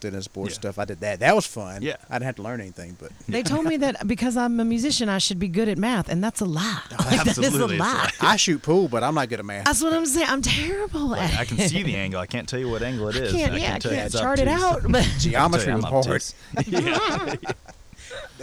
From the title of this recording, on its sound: live from "The Bird's Nest"